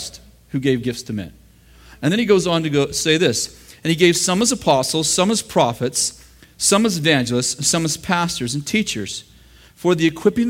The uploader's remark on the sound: In this throwback session from the School of the Prophets in August 2007 at Bethel Church in Redding, CA.